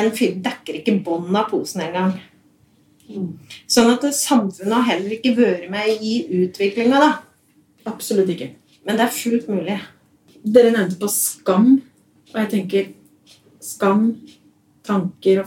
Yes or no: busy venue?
no